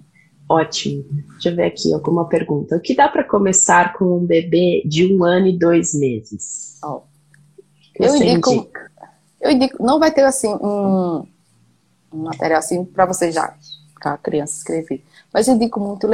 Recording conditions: video call